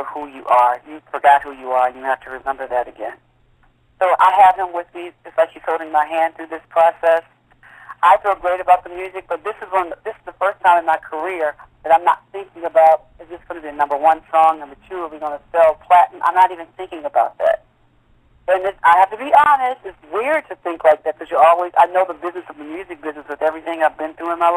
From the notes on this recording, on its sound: Conference Call interview